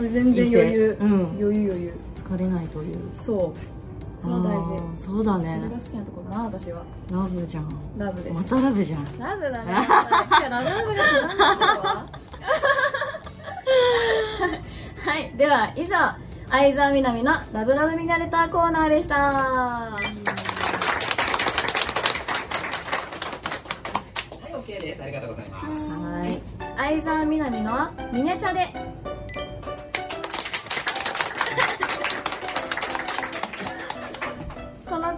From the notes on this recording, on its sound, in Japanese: 公開収録後半